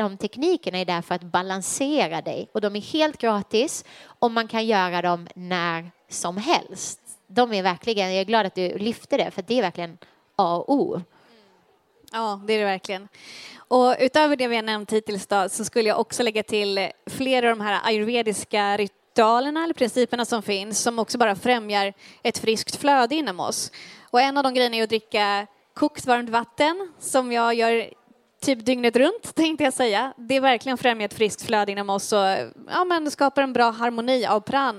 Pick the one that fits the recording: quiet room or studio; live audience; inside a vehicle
live audience